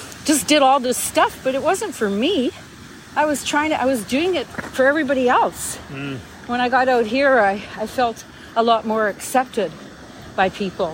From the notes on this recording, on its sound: On a beautiful Vancouver day, while walking with my mother, we decided to talk.